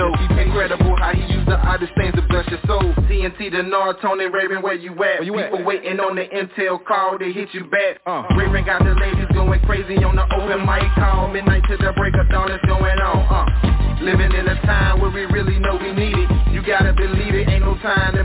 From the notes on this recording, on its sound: TNTSuperfantastic Conference Call